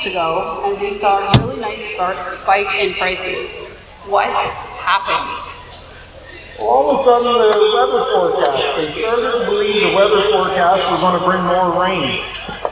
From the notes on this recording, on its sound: First ever live taping of the Grains Matter Chatter podcast.